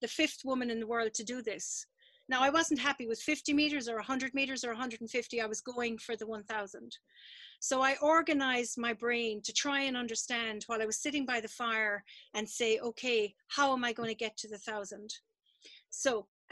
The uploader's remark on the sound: Live from Zoom. Shared at our most recent live online storytelling event.